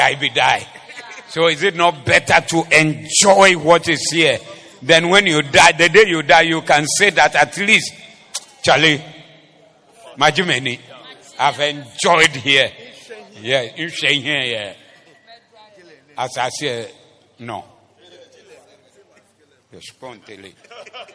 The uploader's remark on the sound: Preached at the Zeloo Service 17092023